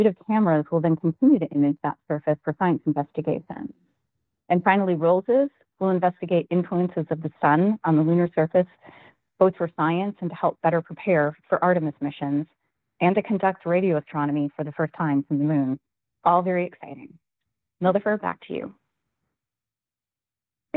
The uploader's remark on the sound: NASA held a virtual, audio-only media teleconference